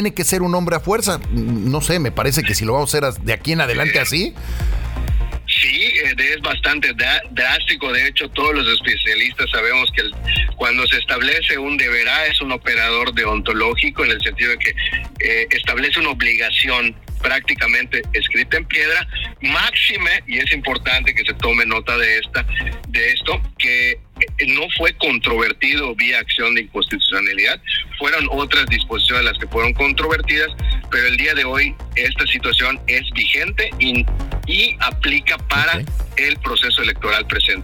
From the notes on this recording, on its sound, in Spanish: Entrevista telefónica